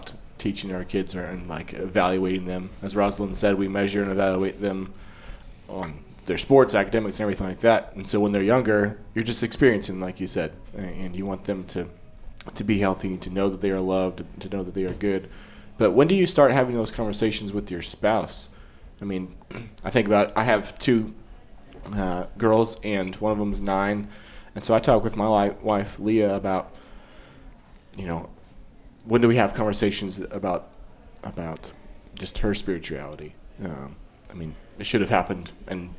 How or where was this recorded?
busy venue